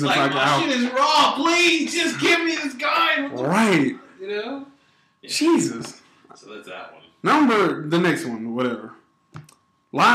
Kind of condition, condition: fault, poor sound quality